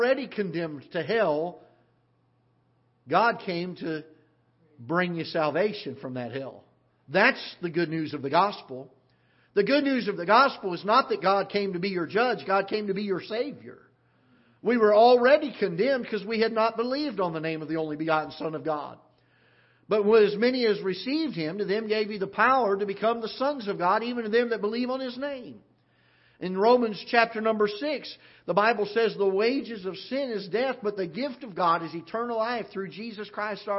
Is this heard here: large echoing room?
yes